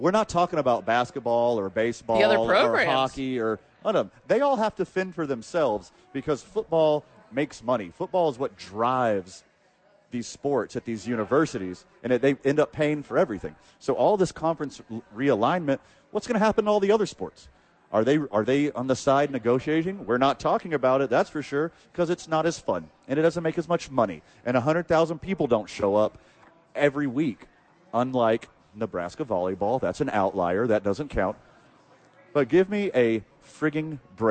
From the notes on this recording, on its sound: live from Red Door